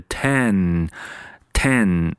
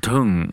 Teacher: 这个我们注意到后面这个 n 呢，应该是个前鼻音，应该有你的鼻子的前半部来发出，也就是把你的舌尖顶到你的上牙床 · Shown in: first take